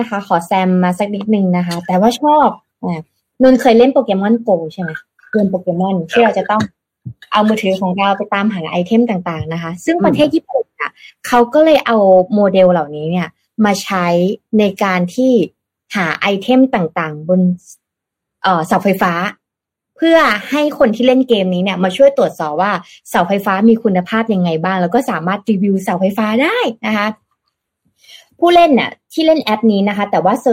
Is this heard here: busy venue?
no